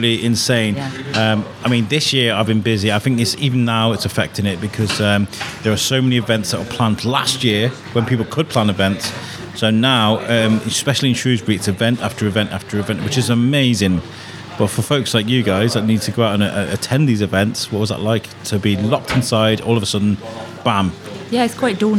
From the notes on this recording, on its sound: The Shrewsbury Biscuit Podcast. Cafe on the Cop. Your cafe oozes character and it was a fantastic place to record.